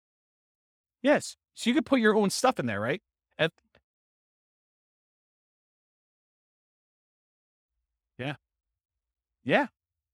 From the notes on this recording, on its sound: This was a live class recorded.